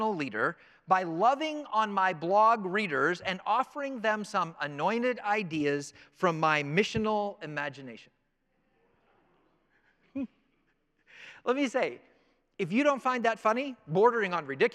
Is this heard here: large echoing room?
yes